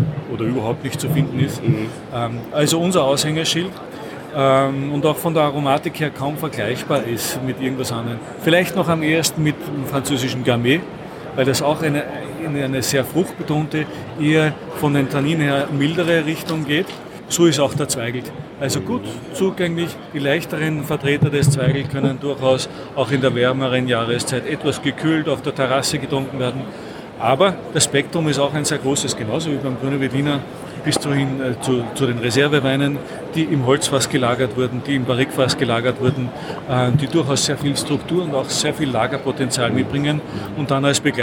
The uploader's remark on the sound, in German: Hörst du heute live von der weltgrößten Weinmesse „ProWein“.